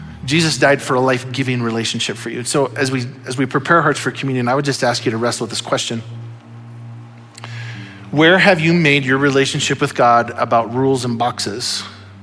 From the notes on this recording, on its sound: Audio file of the Sunday Morning Sermon.